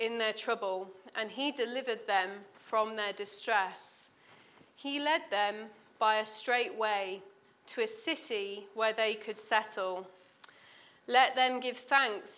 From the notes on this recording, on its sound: at King's Church, Cockermouth.